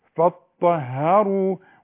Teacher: شفايفك على هيئة تبويزة من اجل الراء فطهارو، والسامع يسمعها انها مرققة